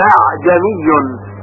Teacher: در کلمه اعجمیون در روایت حفظ همین قرآنی که در اختیار ما هست، همزه دوم تسهیل میشه، یعنی صفت شده از همزه گرفته میشه و خیلی نرم تلفظ میشه. در واقع همزه دوم رو طوری تلفظ میکنیم که حالتی بین همزه و الف داشته باشه · Term: تسهیل همزه دوم